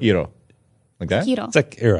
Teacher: it's emphasized the first syllable